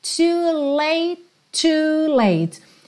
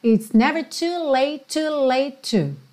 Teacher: Como ele fala late e já tem outro to na sequência, esses dois T's viram um T só.